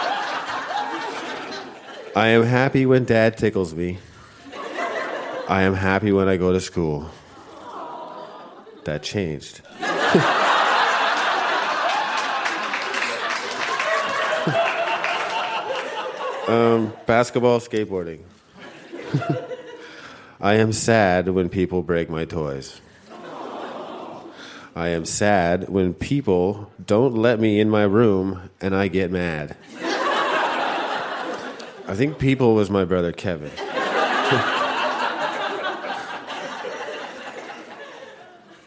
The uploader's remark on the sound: Recorded live at the Charlotte Street Arts Centre in Fredericton.